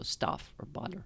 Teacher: the vowel in the word stuff or butter is sometimes pronounced a little further down.